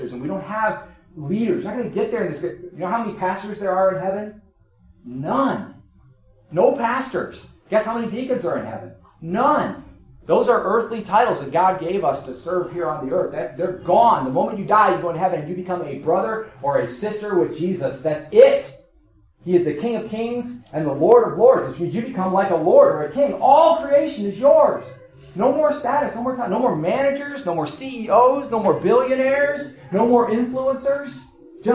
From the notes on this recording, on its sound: In this service from New Heights Fellowship Baptist Church of East Toledo